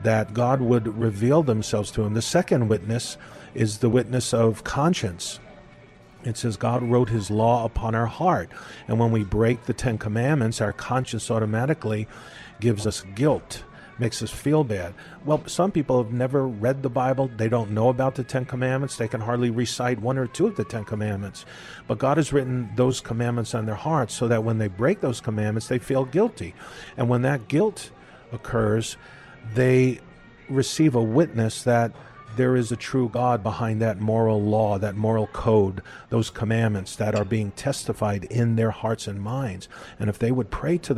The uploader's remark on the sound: We’re continuing our talk at a local café